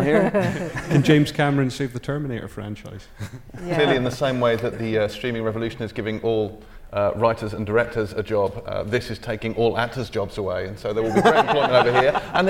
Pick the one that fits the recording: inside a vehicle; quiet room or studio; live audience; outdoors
live audience